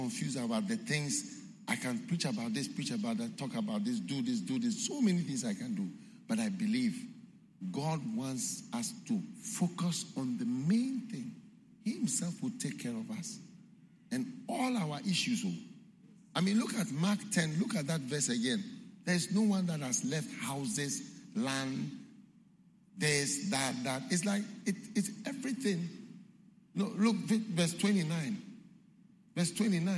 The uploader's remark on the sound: Preached at the Qodesh